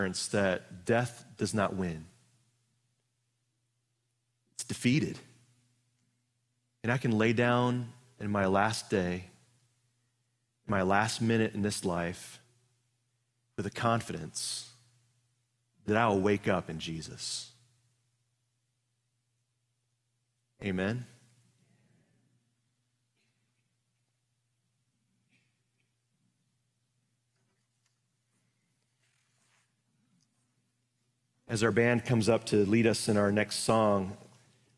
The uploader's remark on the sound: Live from our Celebration Ministry Center